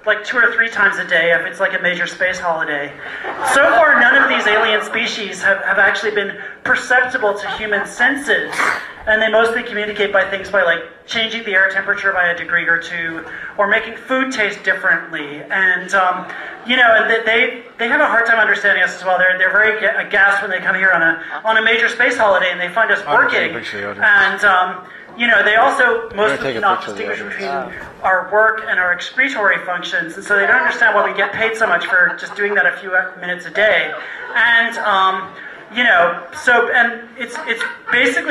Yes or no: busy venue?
yes